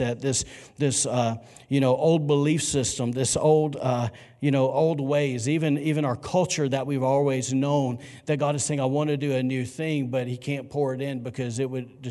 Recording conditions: large echoing room